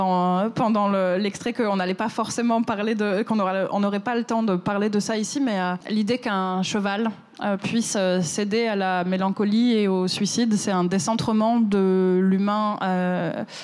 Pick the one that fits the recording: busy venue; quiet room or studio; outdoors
busy venue